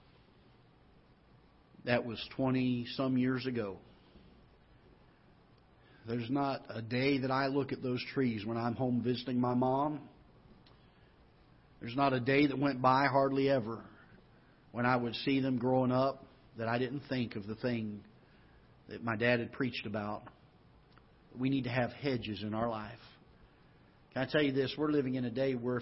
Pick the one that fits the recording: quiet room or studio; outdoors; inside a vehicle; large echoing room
large echoing room